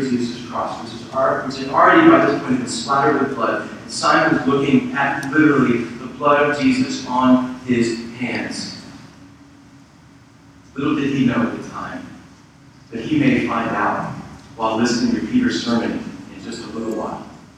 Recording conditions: poor sound quality